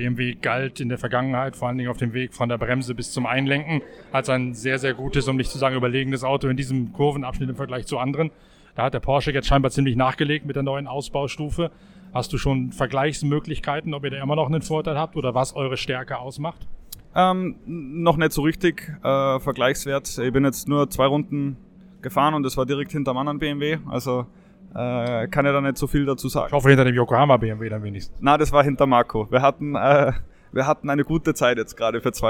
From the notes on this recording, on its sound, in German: Nach dem ersten Freien Training in der Grünen Hölle. Live von der Nordschleife.